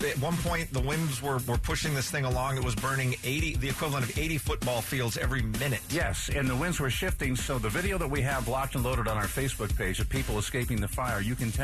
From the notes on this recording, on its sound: taking phone calls